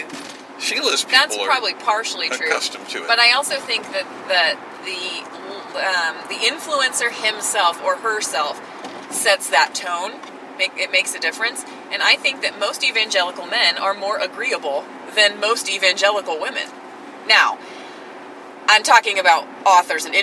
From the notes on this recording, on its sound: Are in the car. Our GPS made the recorder glitch between the 13:00 and 14:00 minute mark...